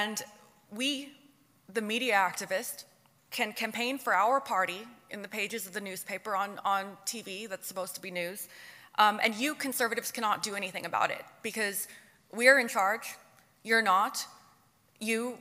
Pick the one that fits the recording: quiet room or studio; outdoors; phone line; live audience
live audience